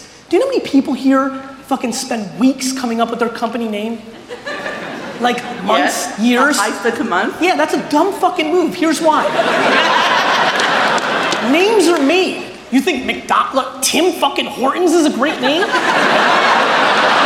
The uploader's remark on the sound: A Keynote: Haste And Hustle Toronto 2018